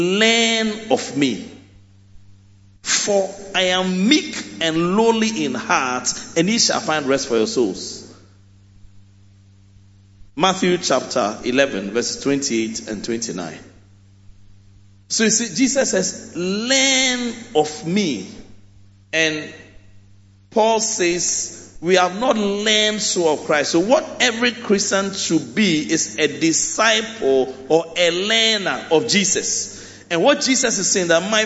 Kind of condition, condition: setting, large echoing room